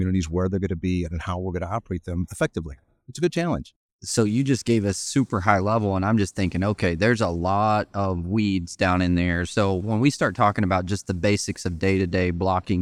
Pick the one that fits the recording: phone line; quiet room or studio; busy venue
busy venue